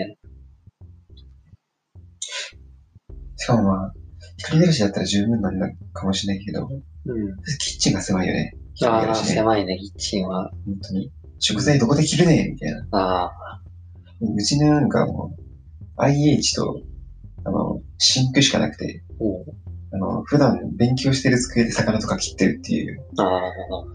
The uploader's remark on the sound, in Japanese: 音質が悪いかもしれないです、試行錯誤中です。